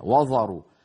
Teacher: فلا يصح أن نقول وذروا كما نسمع من بعض إخواننا، وذروا فيفخم الواو ويفخم الذال حتى تكاد تصير ظاء